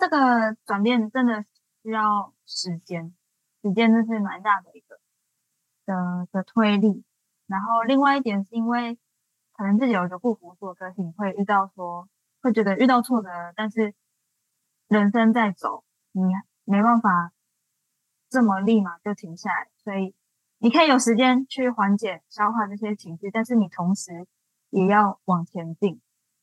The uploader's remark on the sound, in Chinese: 本集採用遠端錄音，網路速度跟錄音品質可能有點影響聲音，再請多多包容～